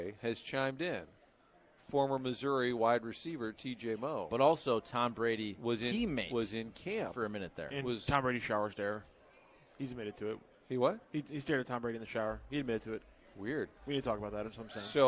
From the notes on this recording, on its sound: broadcasting live from the STL Golf Expo